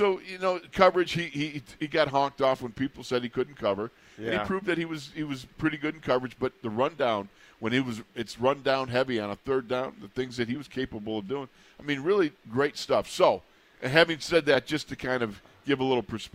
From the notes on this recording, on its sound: In the Locker Room Live from Steelers Training Camp Day 3.